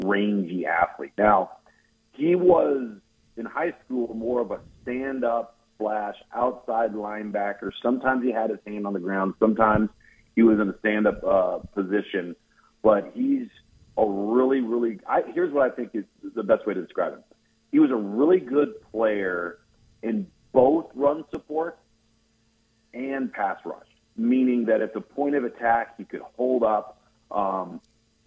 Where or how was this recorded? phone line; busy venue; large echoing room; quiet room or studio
phone line